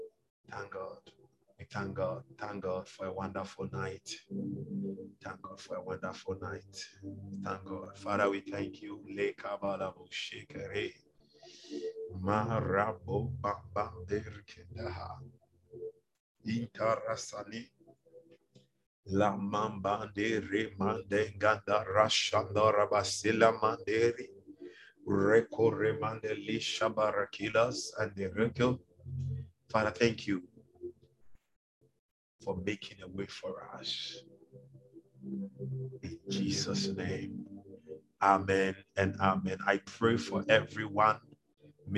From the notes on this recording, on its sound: Refill (Zoom meeting).